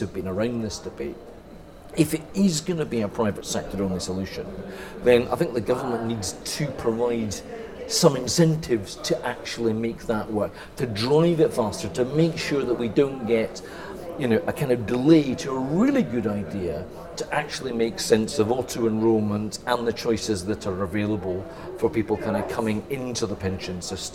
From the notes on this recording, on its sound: Brings you this podcast from the floor of the Conservative Conference 2018. Our podcast from Conservative Conference '18.